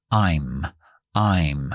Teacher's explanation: Entonces, I am la primera. Hacemos las contracciones, por supuesto, donde podamos. Quitamos la A